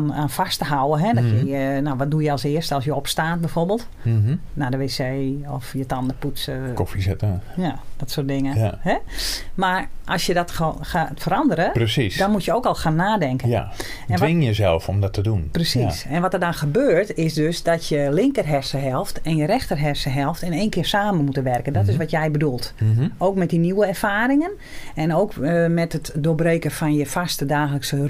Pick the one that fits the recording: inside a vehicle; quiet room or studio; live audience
quiet room or studio